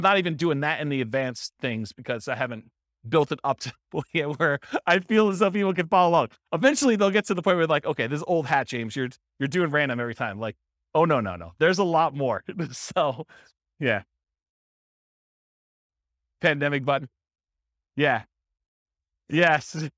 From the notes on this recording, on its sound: This was a live class recorded